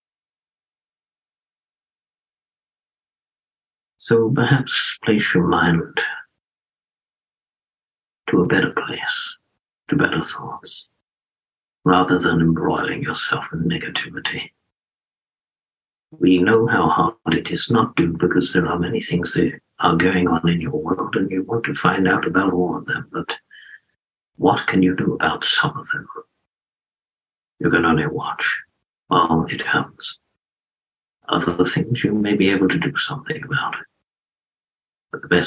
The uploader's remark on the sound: I have taken the audio from two of my private group Zoom events